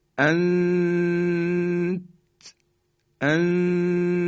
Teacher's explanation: خب ببینید، ما وقتی که همزه رو میگیم، میگیم ا و نون ساکن رسیم که بعدش هم تای دو نقطه است، در حقیقت ما جوری تلفظ میکنیم که نون رو مخفی میکنیم، اما در ابتدای مخرج تای دو نقطه هستیم. اما تای دو نقطه رو هم در اون حالتی که دو حرکت قنه رو انجام میدیم تلفظ نمی کنیم، در ابتدای مخرج تای دو نقطه میمونیم، بعد تلفظش میکنیم به این شکل: انت انتم. · Term: اخفا